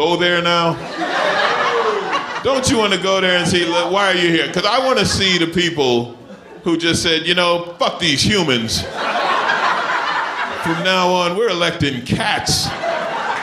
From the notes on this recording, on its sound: Recorded uncut at Icehouse Pasadena